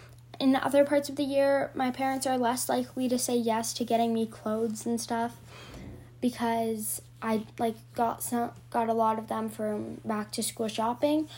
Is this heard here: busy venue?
no